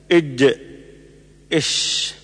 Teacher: وسط اللسان وما يحاذيه من الحنك الأعلى ويخرج منه الجيم والشين والياء غير المدية · Term: الأحرف الشجرية